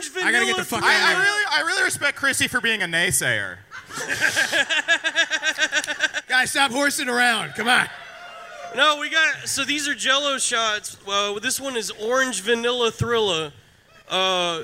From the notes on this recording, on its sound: LIVE from Skankfest South at The Secret Group in Houston, Texas!